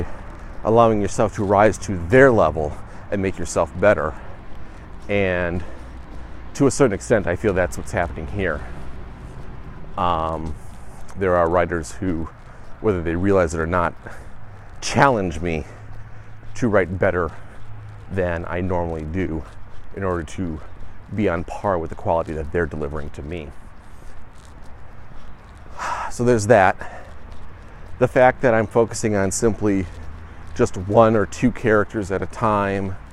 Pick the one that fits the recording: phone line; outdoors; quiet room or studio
outdoors